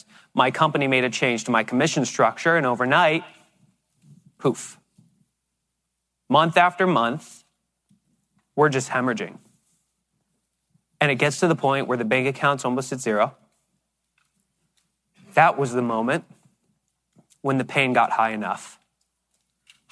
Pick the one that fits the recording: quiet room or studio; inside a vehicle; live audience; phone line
live audience